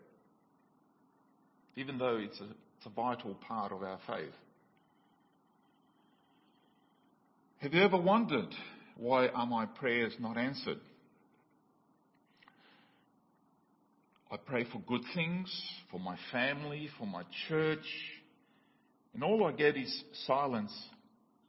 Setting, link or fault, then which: setting, large echoing room